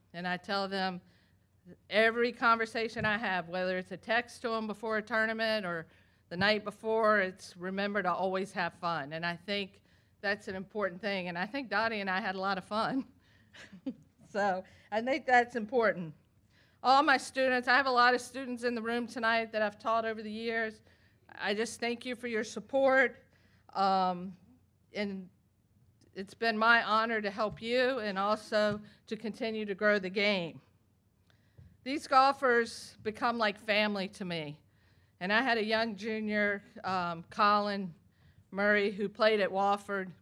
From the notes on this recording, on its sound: This week we have audio from this fall’s Virginia Golf Hall of Fame induction ceremony.